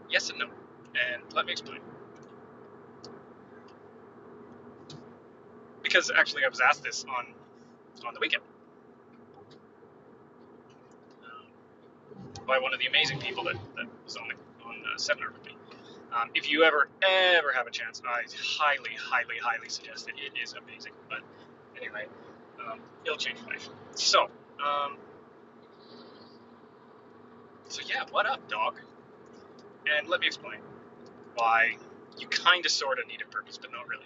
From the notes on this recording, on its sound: What’s with the Rumble strips?! I’m on the road. Sorry about the noise.